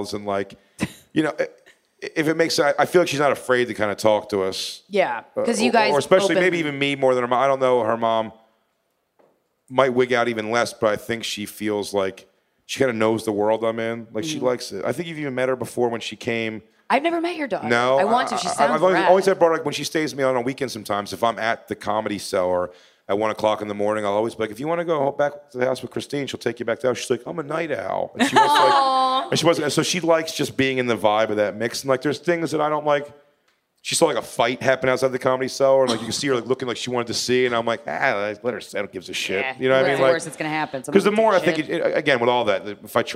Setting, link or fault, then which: setting, live audience